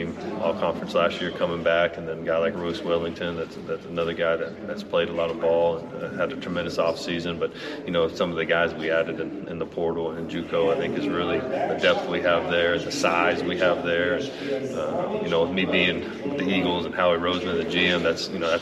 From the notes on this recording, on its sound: 2022 Southland Media Day. The Bluebloods are live at the Southland Conference Media Day!